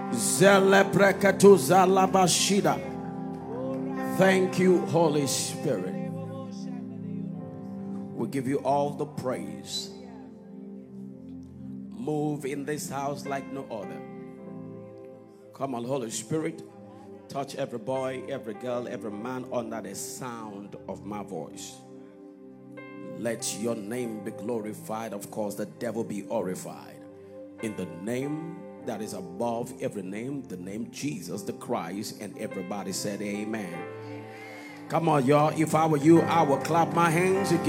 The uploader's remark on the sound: live at Konnect church